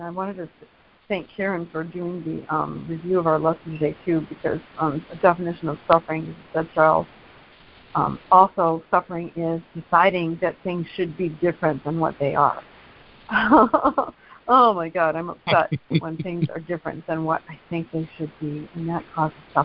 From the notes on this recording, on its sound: ACIM Daily Conference Call.